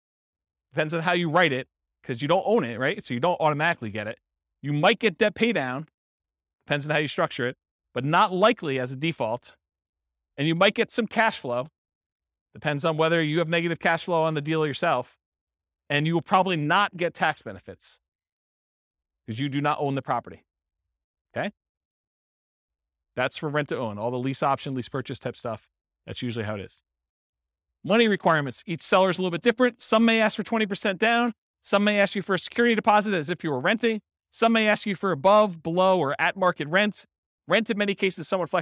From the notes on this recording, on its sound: Real estate entrepreneurs in College Station, Texas. This was a live class recorded. The live in-person version.